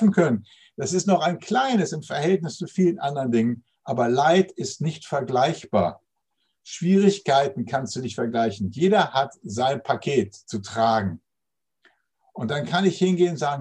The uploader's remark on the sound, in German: Zoom - Gottesdienst.